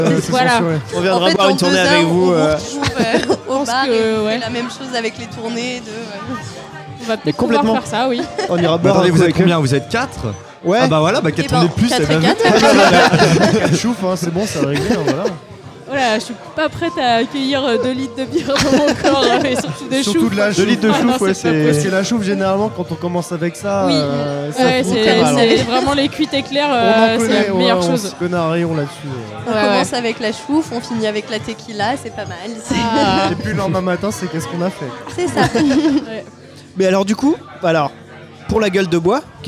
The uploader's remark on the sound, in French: Épisode enregistré au Sully (Paris 10e).